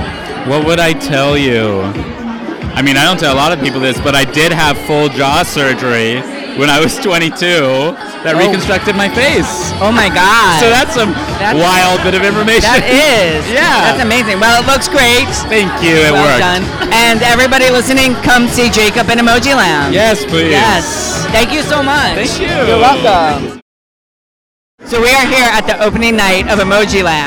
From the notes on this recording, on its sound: Recorded at Blue Ribbon in NYC, I am on the red carpet at the Opening Night party of the new hit Off-Broadway Musical Emojiland chatting with the cast and creative team.